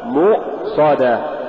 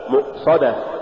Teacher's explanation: ومن صور بدع القراء المبالغة في نبر الهمز وضغط صوتها حتى تشبه صوت المتهوع · Shown in: first take · وهو المتقيئ.